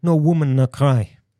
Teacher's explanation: En dat is dus niet met een O in maar met een schwa. En dat is de klinker, die kent u allemaal wel, waarbij alle spieren in de mond in rust zijn.